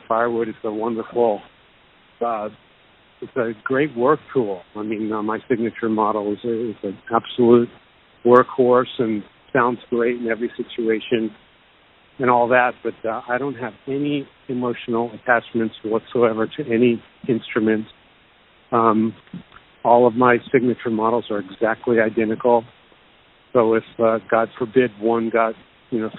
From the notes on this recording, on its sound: called in ahead of his Australian Tour